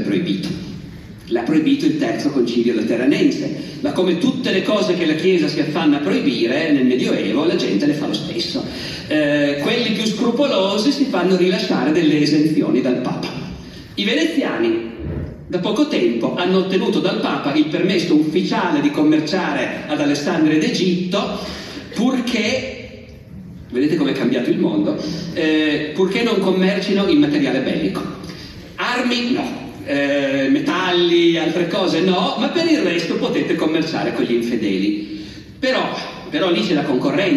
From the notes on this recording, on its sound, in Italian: (Sarzana, 2023). Evento registrato in loco.